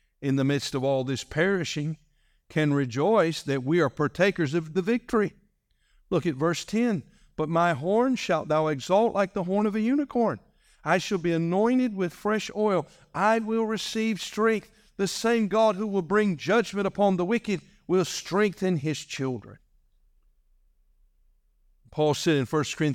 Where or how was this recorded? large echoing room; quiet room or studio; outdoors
large echoing room